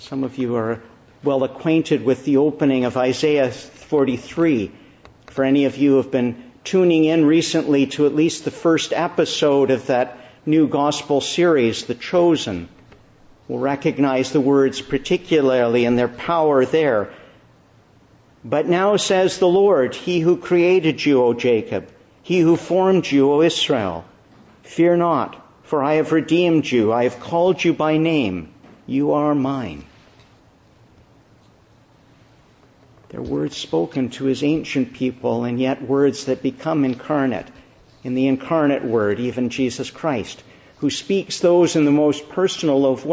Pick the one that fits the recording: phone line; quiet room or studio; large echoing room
large echoing room